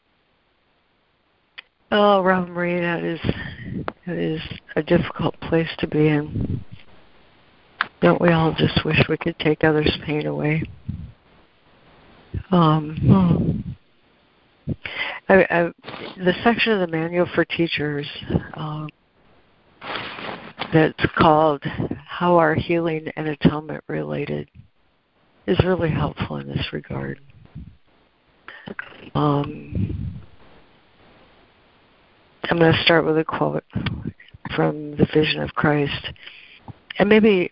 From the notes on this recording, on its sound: ACIM Daily Conference Call.